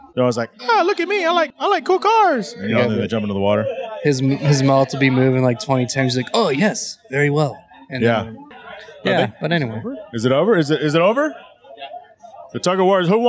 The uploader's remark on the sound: Live from Elite Tuner Arizona